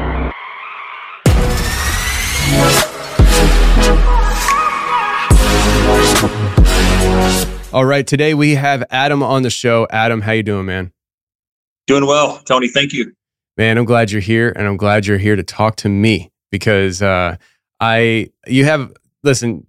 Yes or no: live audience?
no